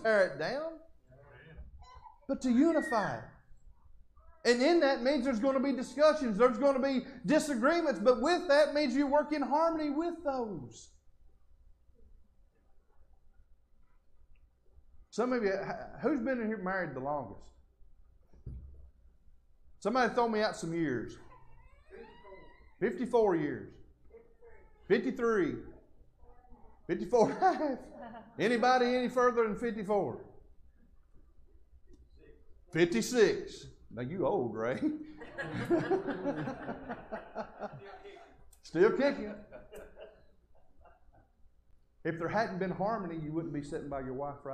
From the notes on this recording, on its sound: Podcast Recorded Live From The Worship Services Of The Stanton First Church of God in Stanton, Kentucky.